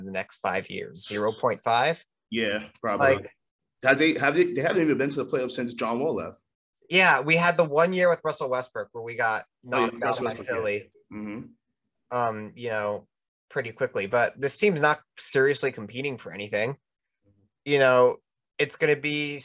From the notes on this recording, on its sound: I jumped on a Zoom call.